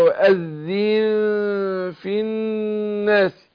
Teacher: النون واذن نون ساكنه وبعدها الفاء بنخفي النون عند الفاء